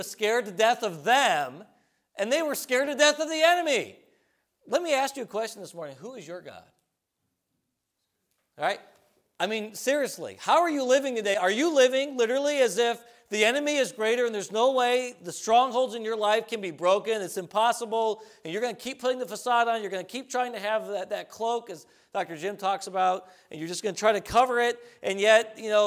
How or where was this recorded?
large echoing room